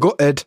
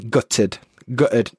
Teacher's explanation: Now, for me, I glottalize the T. · Shown in: first take · It's like gutted, but some people will pronounce the T gutted.